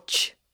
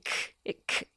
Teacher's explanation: Ch is slightly further back, actually, but k is the furthest back.